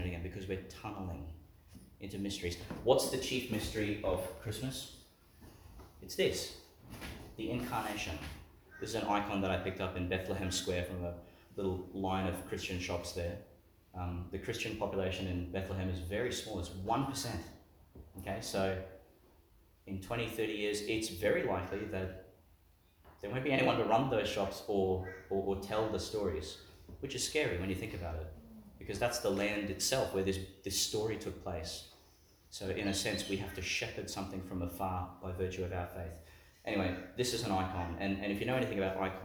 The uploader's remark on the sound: delivered in Our Lady of Mt Carmel, Mt Larcom, Qld.